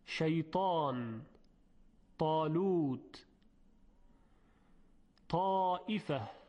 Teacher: سر زبان برخورد میکنه به اصول دندانهای ثنایای بالا و حرف تا تلفظ میشه. اما وقتی که خوب دقت کنیم میبینیم که علاوه بر سر زبان، قسمت‌های دیگری هم از زبان منطبق شدن با سقف دهان، یعنی بالا رفتن و به اصطلاح نزدیک به سقف دهان قرار گرفتن، منطبق بر اون. · Term: اطباق